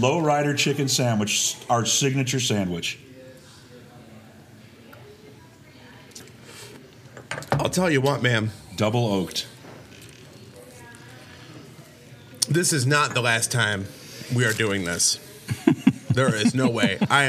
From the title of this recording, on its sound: Live from the Peak Honky Tonk Saloon